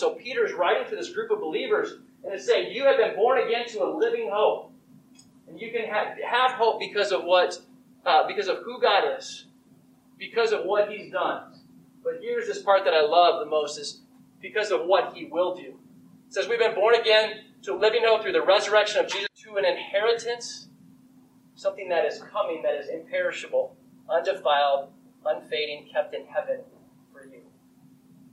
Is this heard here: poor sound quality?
yes